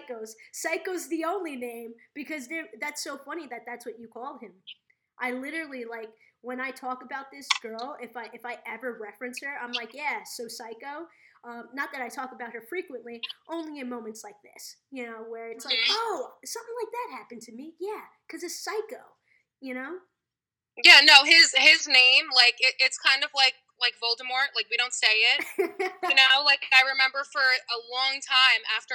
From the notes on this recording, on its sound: I apologize for the feedback of the mic and poor connection. I've been doing facetime interviews trying to adapt to this pandemic and sometimes it works better than others. This time the connection failed me.